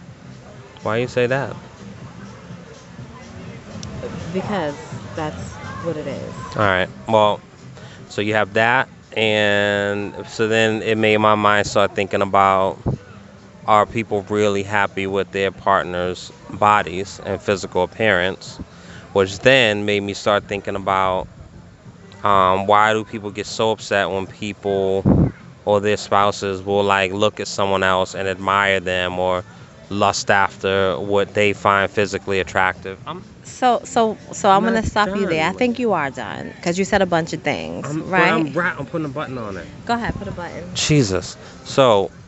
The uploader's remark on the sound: on location poolside in Punta Cana